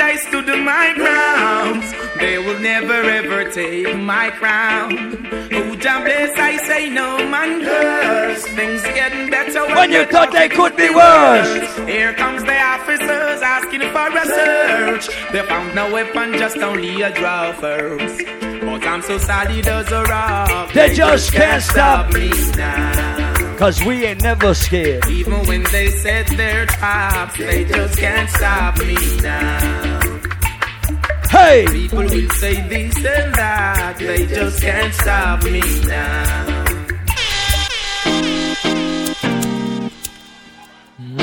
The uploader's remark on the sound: LIVE AT ISLAND SATURDAYS ON NOV 19TH, 2016